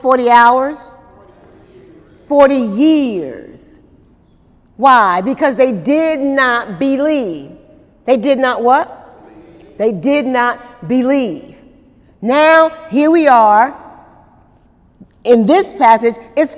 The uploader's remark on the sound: During Wednesday night service on May 9, 2018